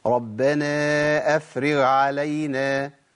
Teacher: الخطأ في ان انا اكل الغين واضغمها في العين